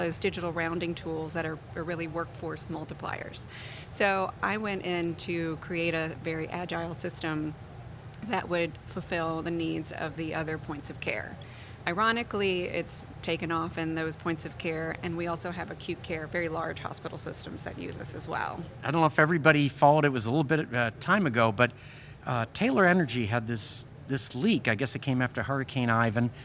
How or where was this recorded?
busy venue